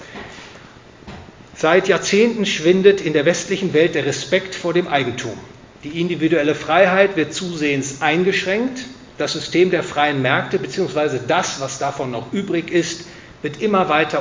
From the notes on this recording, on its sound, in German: gehalten auf dem Vortragsabend des Hayek-Clubs Oldenburg